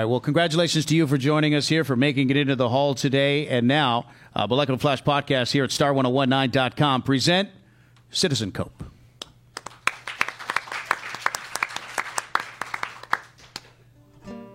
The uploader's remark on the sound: Our first ever podcast recorded in front of a live studio audience. Hawaiian Financial Federal Credit Union iHeartRadio Music Hall.